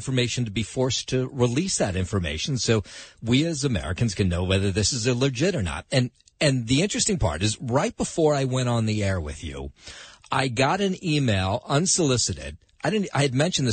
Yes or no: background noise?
no